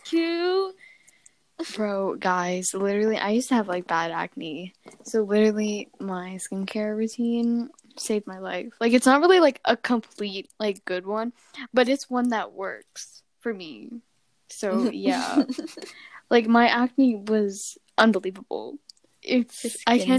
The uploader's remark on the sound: Just ignore us accidentally the fanning on the mics